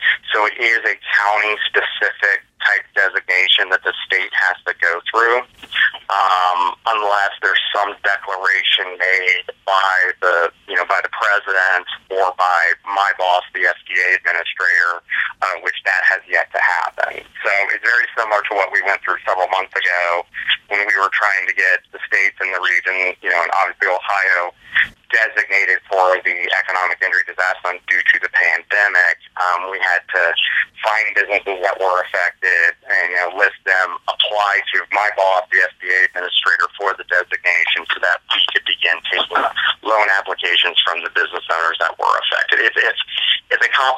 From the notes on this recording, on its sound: Hosted a media call. Were joined by media from the three states via phone.